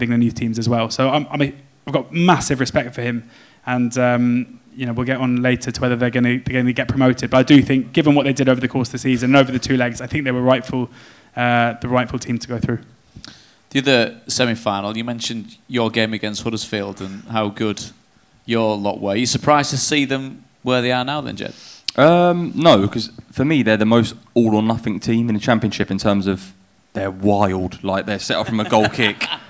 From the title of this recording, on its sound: NTT20 Live Show Audio